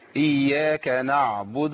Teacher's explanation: مش عايزين نحرك العين بتاعت نعبد. إياك نعبد ما قلتش نعبد.